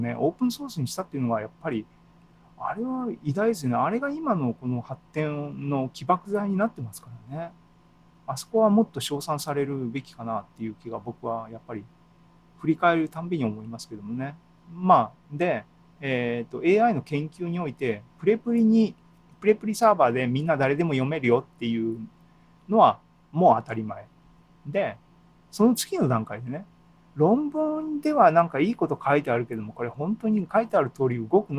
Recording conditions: video call